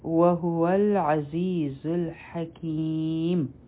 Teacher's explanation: عین د حلق نه په زا کې بزنګ والا آواز دی او دا حرف مده هم دی او بیا دی الحکیم، دا به څلور حرکه راکاږو، مد عارض لی سکون دی.